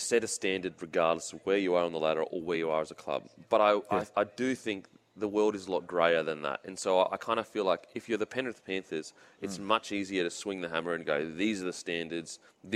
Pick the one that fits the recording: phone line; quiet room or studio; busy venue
busy venue